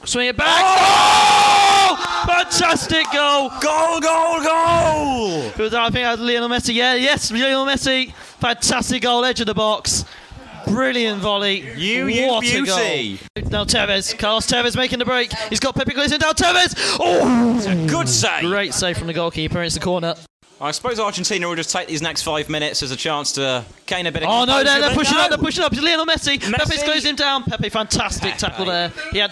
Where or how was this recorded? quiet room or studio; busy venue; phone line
busy venue